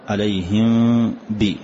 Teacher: نسميه إخفاء شفوي لأنه يخرج من الشفتين